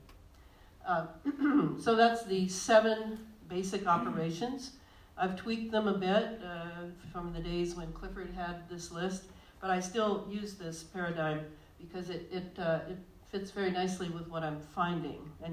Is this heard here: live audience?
yes